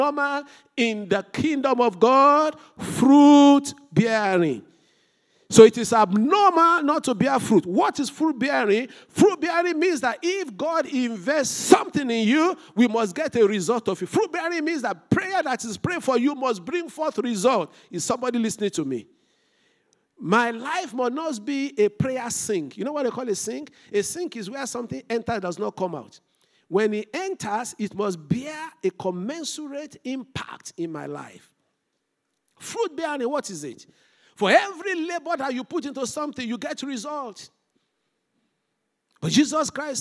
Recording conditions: large echoing room